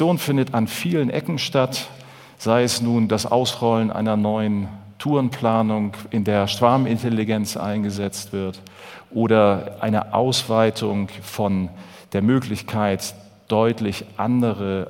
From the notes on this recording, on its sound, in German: in seinem Vortrag auf dem auto motor und sport Kongress 2019